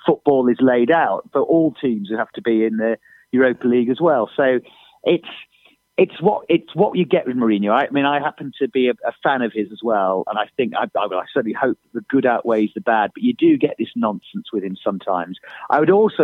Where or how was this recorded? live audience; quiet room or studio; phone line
phone line